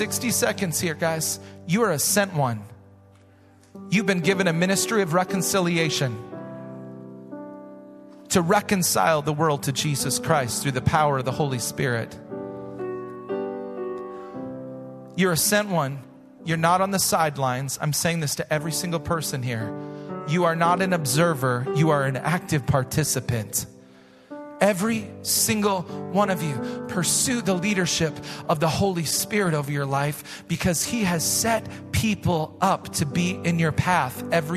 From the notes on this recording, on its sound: Recorded live at Hope Church in Springfield, Mo.